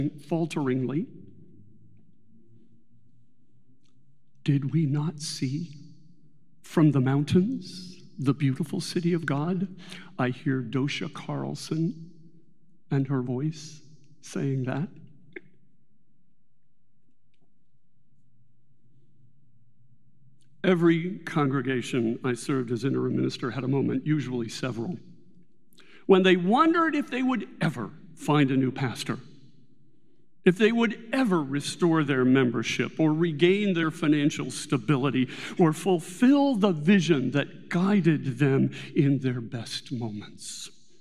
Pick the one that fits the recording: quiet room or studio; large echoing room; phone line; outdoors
large echoing room